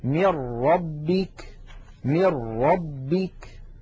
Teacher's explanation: إذن نلاحظ أن عندما نقول من ربك أنه لم يبق من النون شيء، وأن النطق قد صار براء مشددة · Term: الإدغام بلا غنة